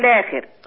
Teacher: لما تبدأي باللام زي ما عملتي مالكيش إلا القصر فقط